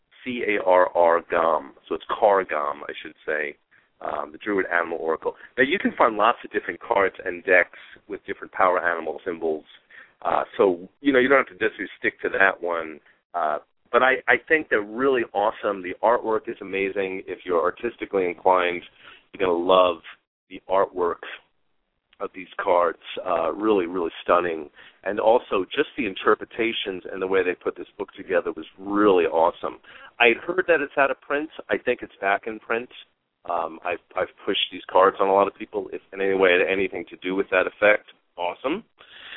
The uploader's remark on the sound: Callers may call in 20 minutes into the live show with questions or comments. We will also open the phone lines earlier for questions and comments.